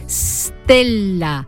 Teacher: En latín se escribía stella y se pronunciaba con S líquida, es decir, stella, un sonido antipático y difícil de pronunciar para nuestros antepasados, que le plantificaron una E protética por delante, una prótesis, una muleta, vaya, una vocal donde apoyar esa S.